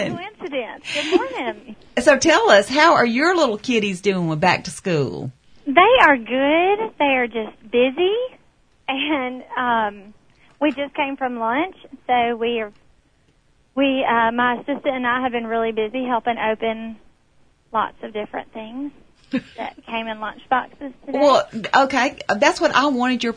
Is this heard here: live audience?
no